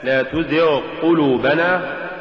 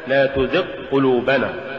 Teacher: ولولا رخاوة الغين ومخرجها لصارت قافا · Shown in: first take